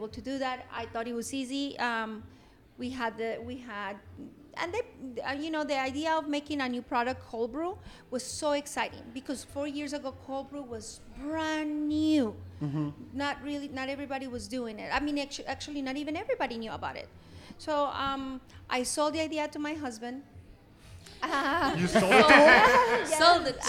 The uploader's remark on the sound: live from The DownMarket Public Goods in San Antonio